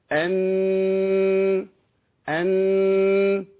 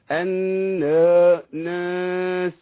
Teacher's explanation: هتركب غنة من الأنف · Shown in: first take · بس ما تركبش غنة في غير النون اللي بقول عليها دي.